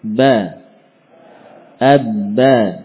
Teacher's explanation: ba merapatkan bibir atas dan bawah